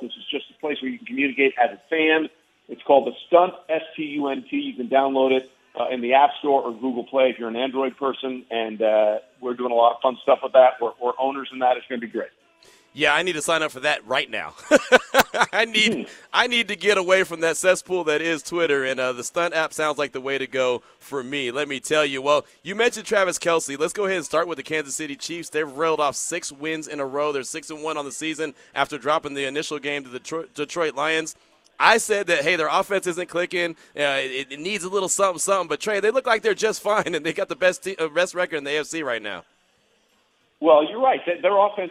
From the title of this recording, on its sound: LOCKER ROOM SOUND